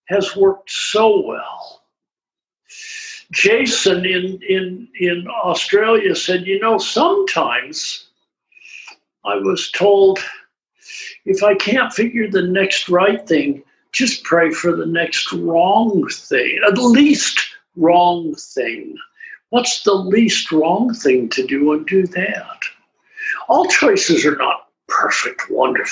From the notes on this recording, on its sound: The weekly zoom speaker meeting hosted by the Barcelona fellowship features a different old timer each week.